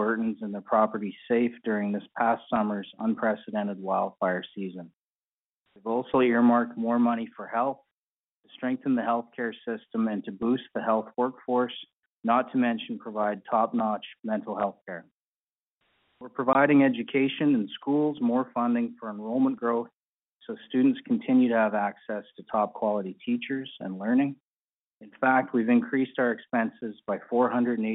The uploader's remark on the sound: Budget 2024 Telephone Town Hall, Southern Alberta.